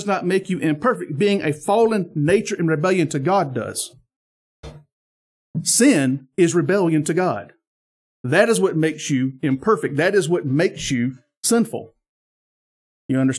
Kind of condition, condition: setting, large echoing room